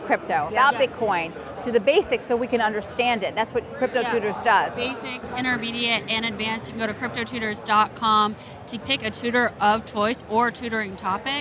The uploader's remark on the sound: Walking the Floor at Consensus 2023. Is on the Consensus 2023 floor.